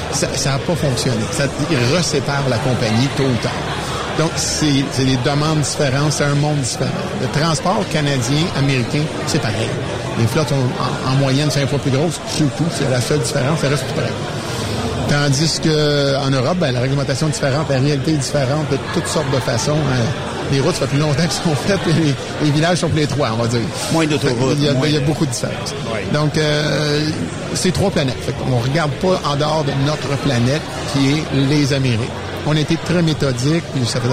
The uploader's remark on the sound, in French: En direct de chez ISAAC Instruments pour la conférence des utilisateurs